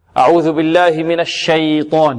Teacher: الياء هنا مرققة والطاء مفخمة